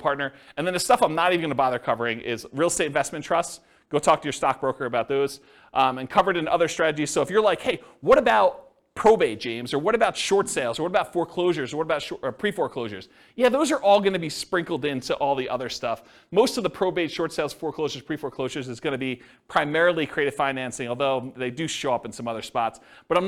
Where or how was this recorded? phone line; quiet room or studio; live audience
live audience